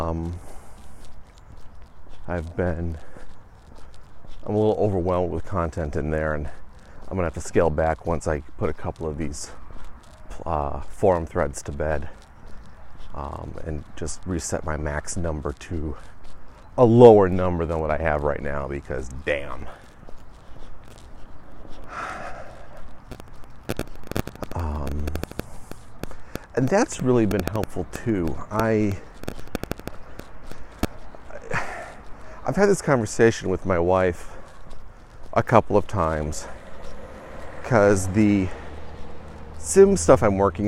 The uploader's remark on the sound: The walk and talk returns